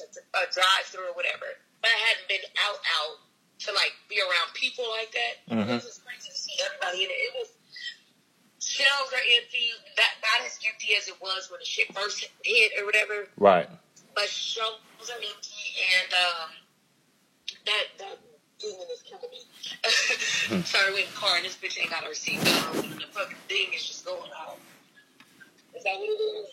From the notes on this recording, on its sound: phone in episode